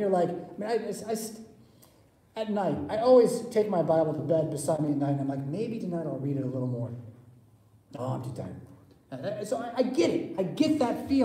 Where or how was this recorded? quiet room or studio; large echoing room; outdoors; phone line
large echoing room